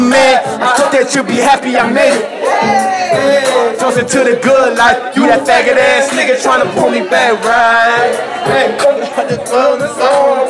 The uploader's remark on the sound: Live at Johnny Babys